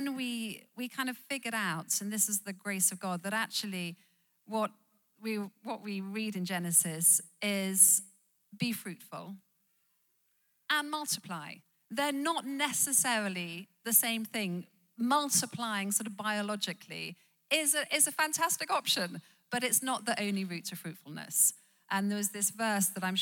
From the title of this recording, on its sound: Live at The Orchard Conference 2023